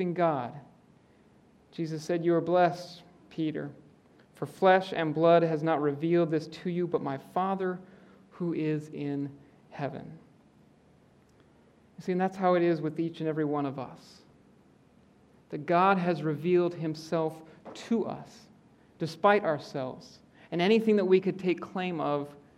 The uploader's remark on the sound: Preaches in the Auditorium.